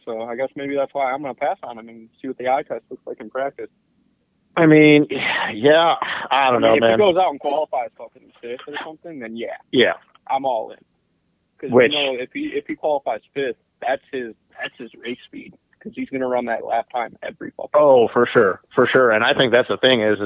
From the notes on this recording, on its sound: get on the phone